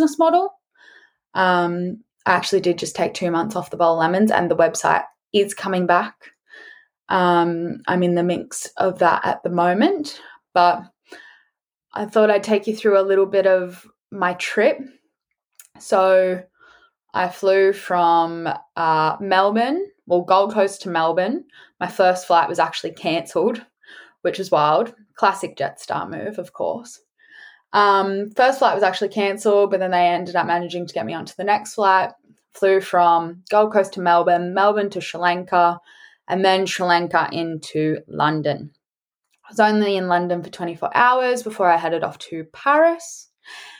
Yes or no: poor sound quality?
no